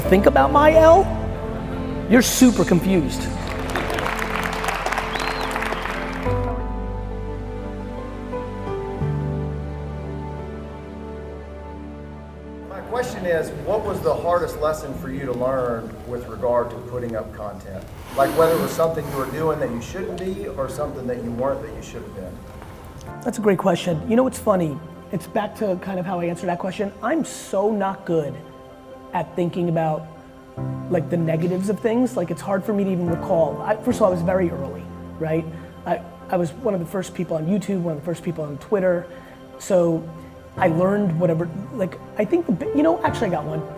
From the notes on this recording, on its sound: I did a keynote followed by a Q&amp;A in Dallas. What you’re about to hear is the audio from the DailyVee we’re releasing. I did a keynote followed by a Q&A in Dallas.